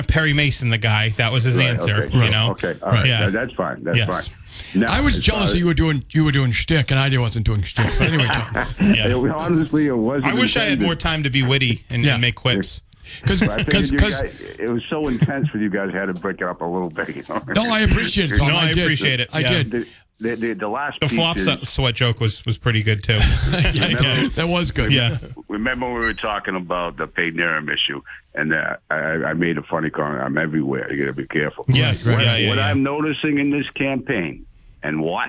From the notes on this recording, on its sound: take calls from the audience